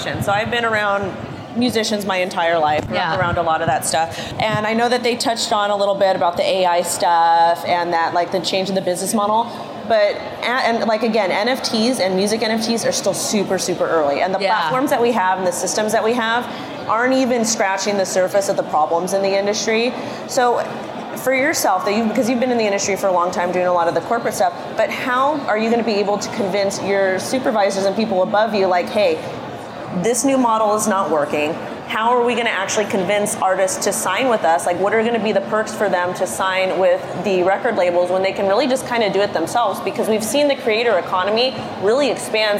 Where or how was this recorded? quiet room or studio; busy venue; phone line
busy venue